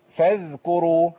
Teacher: الذال لابد ليها من تمكين مخرج. طرف لساني مع طرف الثنايا العليا السنتين دول.